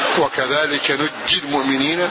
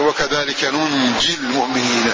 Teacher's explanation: بنون واحدة بعدها جيم مشددة مضاعفة، والباقون بنونين ثانية ساكنة مع التخفيف